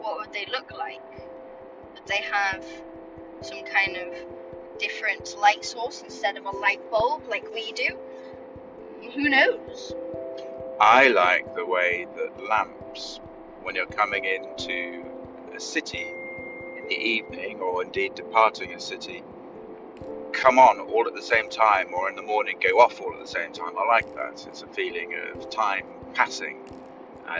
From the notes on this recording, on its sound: Sorry about the sound.